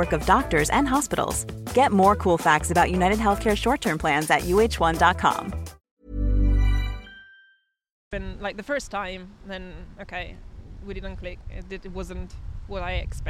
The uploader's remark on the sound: Apologies for the wind.